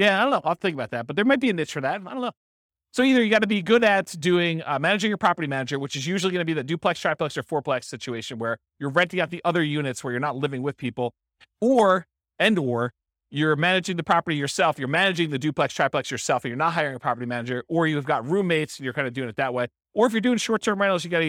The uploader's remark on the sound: This was a live class recorded.